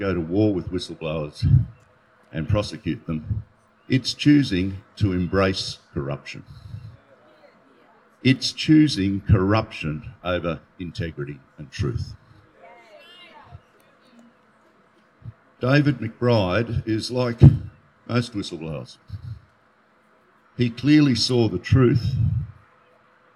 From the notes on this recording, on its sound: Hundreds rallied outside the ACT supreme court on November 13. This is the audio of most of the speeches at that rally.